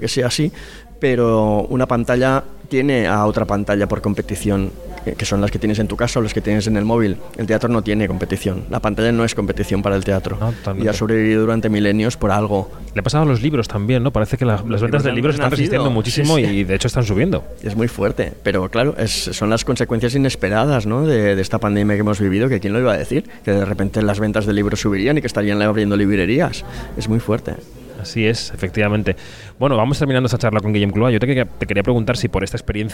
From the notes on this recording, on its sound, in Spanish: El autor y director teatral charló con Kinótico en el Festival de Málaga.